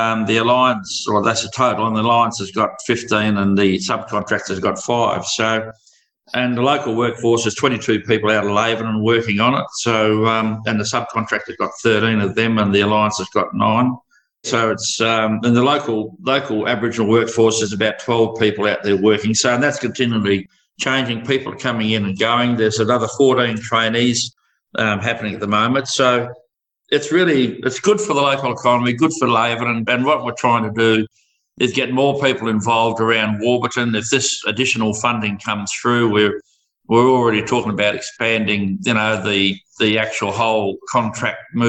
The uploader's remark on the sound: The Outback Highway Development Council (OHDC) has been running some industry briefing Zoom meetings. This episode is a recording of one of those industry briefings.